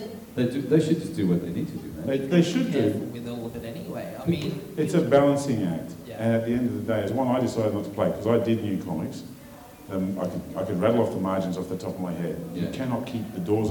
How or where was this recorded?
live audience